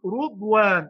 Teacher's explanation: شعبة يقرأ بضم الراء في كل القرآن